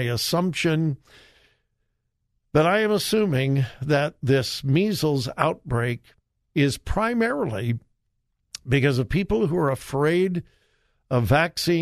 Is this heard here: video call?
no